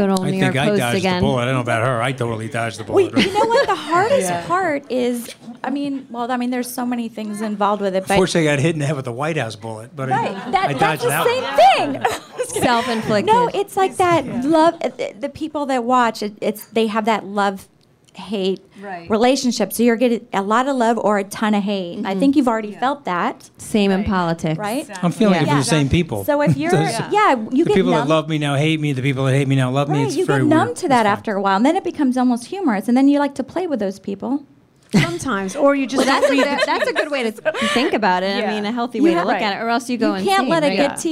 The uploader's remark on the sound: podcast live at Hunt & Fish Club in Times Square!